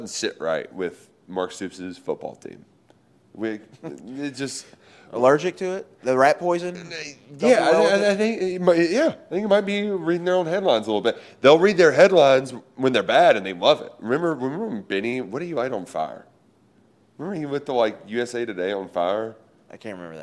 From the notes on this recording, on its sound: Live from SEC Media Days in Nashville. SEC Media Days have kicked off here in Nashville, Tennessee.